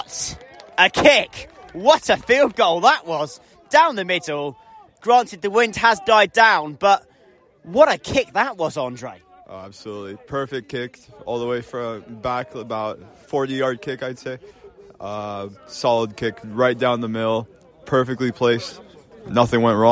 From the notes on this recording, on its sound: Live commentary from the Rubber Crumb